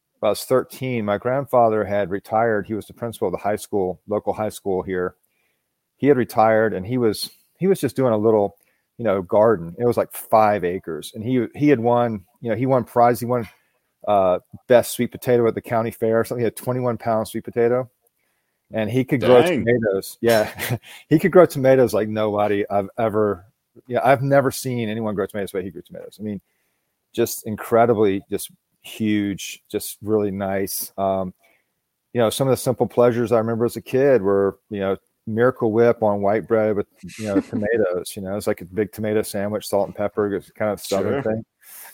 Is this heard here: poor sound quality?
no